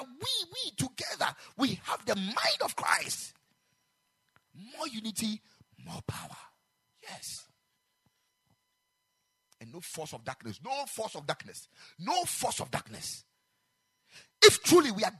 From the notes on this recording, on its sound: Preached at the Ekklesia Chapel.